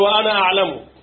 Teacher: حفص وشعبة عاصم كله ما بينطقش ألف أنا اللي بعد النون في حالة الوصل